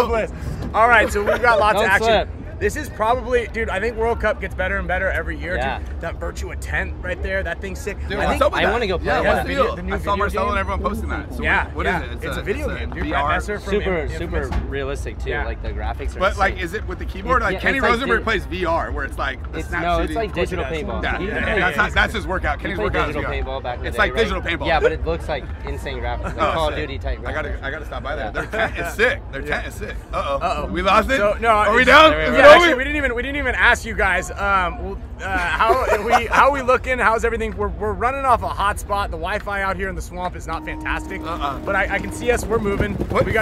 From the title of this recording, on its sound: Live from WORLD CUP